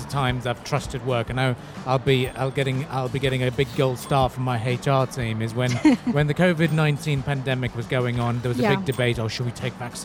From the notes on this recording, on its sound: Live at SIBF 2023. On the sidelines of his talk.